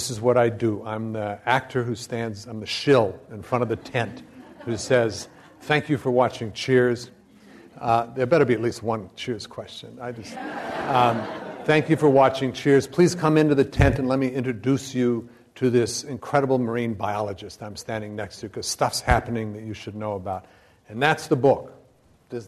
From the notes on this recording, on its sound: This program was recorded in front of a live audience at the Commonwealth Club of California, San Francisco on March 22nd, 2011